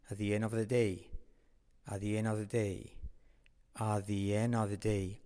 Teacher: La T de at desaparece.